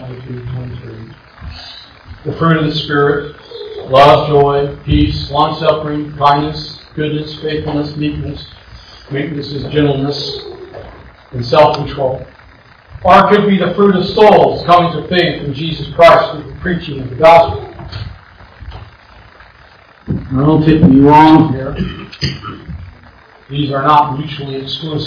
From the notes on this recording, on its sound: Once again, I apologize for the bad audio quality.